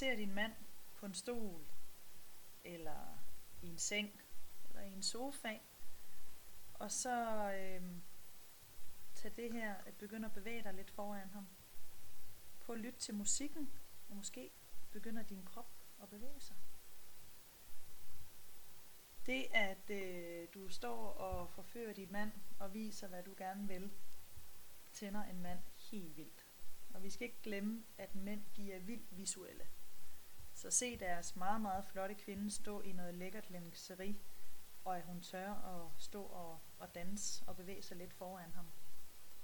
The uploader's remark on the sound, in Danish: Lyden kunne godt være bedre